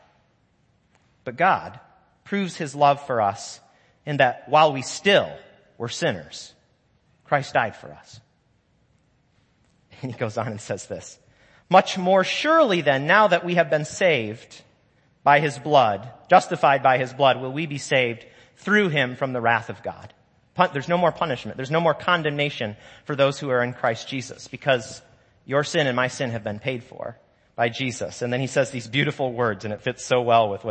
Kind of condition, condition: setting, large echoing room